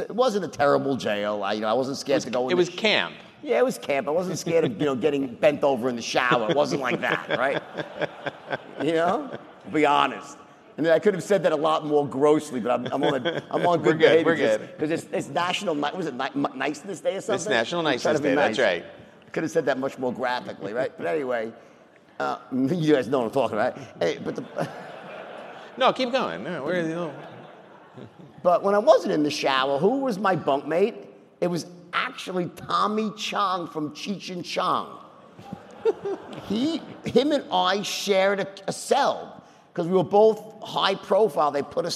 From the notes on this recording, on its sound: interview on the stage at FreightWaves LIVE in Chicago